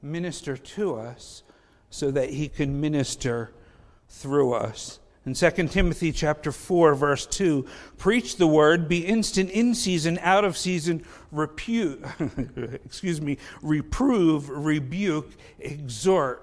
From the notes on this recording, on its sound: Faith Baptist Church in Hamilton, NJ.